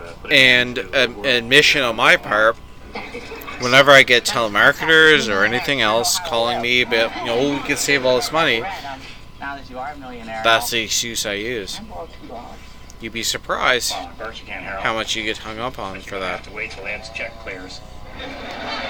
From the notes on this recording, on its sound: Sorry about the clicking